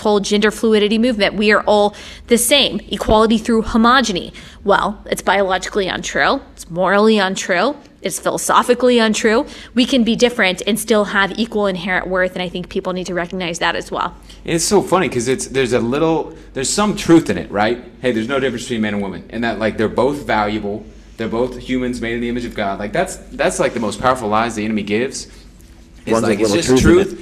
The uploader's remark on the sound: We recorded this episode at Awaken Conference 2019.